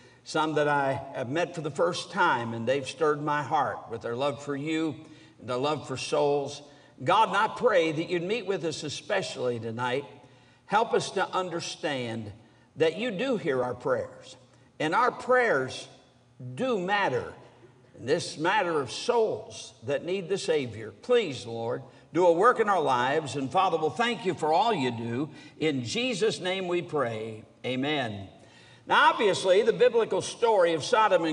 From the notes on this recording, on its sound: During the Tuesday Evening service of the 47th Annual Stewardship and Missions Conference on October 17, 2023, at North Valley Baptist Church in Santa Clara, California.